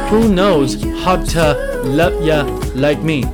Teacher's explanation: 唱里面读的是很轻很轻的。我们来看下一句 Who knows how to love you like me 原唱版这一句里面的音咬的都很模糊，注意 who knows 要连读，而且结尾的是 z 浊辅音， how to 读成 hotter， you 读成 ya